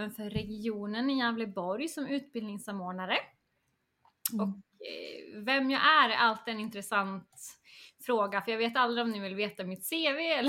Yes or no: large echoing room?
no